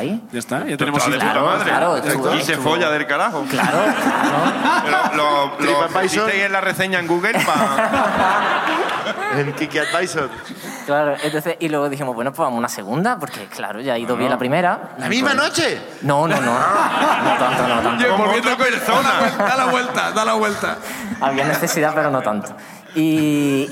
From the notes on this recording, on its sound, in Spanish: El público de Sevilla también nos cuentan sus ruinas